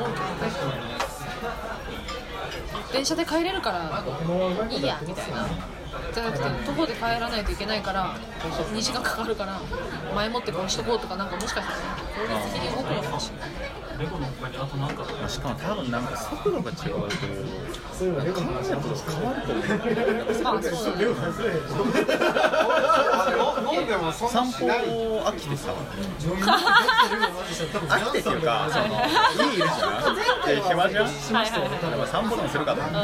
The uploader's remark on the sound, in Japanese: 録音のあとは腹が減って、大抵ごはんを食べる。よりカオスで、ノイズを含む録音だけど、それだけに没入感がある（のぞき聞き）音声にはなっていると思う。隣のお客さんは30代から40代くらいと思しき男性6人のグループだった。このグループと会話らしい会話はしてない、でもなんとなく応答をしてる雰囲気がある。